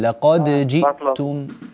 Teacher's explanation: قلقل الدال وأظهرها من الجيم. لقد جئتم.